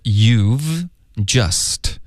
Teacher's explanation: 这个 just 的 t 的音呢，我们就彻底的省略